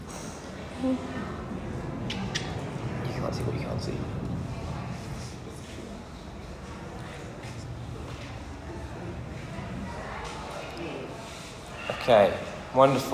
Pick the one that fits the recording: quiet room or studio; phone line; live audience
live audience